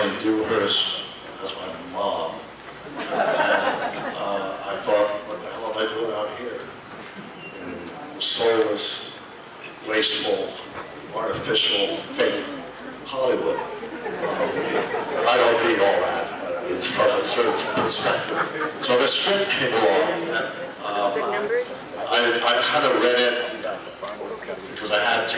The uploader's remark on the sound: Delorean Car Show (June 14, 2014) in Dayton, OH.